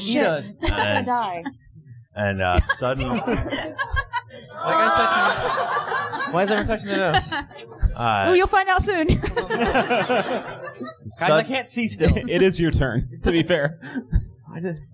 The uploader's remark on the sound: This adventure was recorded live in front of a studio audience. We had a blast doing our show and actually seeing folks react.